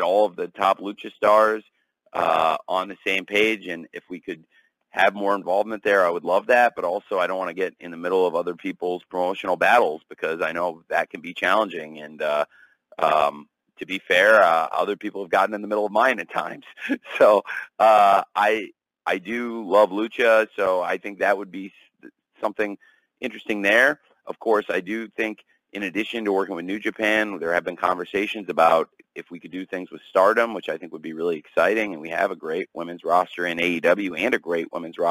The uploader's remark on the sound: Media Call